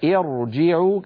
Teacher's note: إذن الهمزة هنا همزة وسط فحركتها وهي الكسر ارجعوا عارضة، إذن هنا الكسر عارضة وبالتالي الراء مفخمة